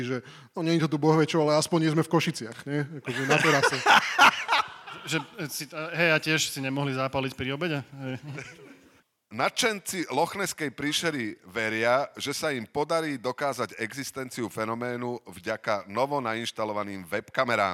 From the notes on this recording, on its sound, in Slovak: Naživo zo Žiliny. Dnes nahrávané prvýkrát a možno aj naposledy naživo na Žilinskom literárnom festivale. Niečo sa nám aj nenahralo, ale niečo sa nahralo.